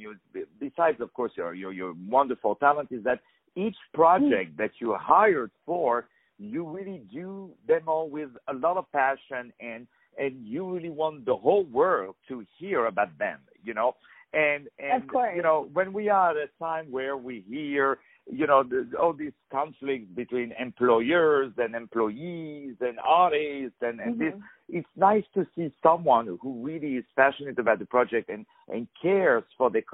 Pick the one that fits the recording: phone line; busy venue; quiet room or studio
phone line